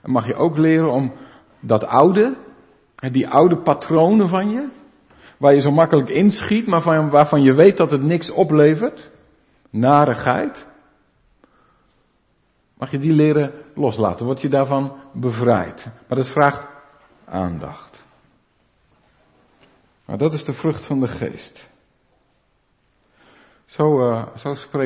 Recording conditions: large echoing room